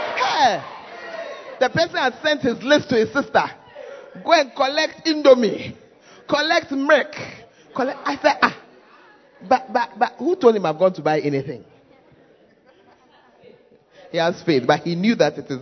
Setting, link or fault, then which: setting, large echoing room